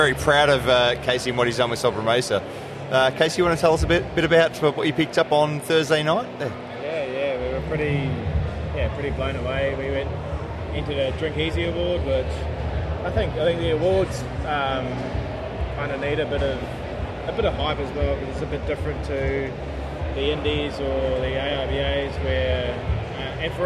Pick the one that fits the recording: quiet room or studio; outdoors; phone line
outdoors